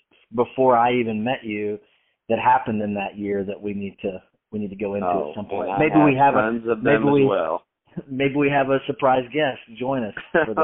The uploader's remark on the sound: on the phone telling stories and laughing